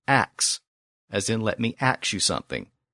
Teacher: It's a very common feature of what linguists call African-American vernacular English, or Black vernacular English. In that English dialect, ask often becomes ax · Term: metathesis